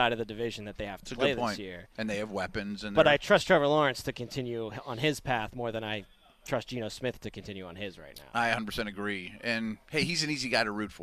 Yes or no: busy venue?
yes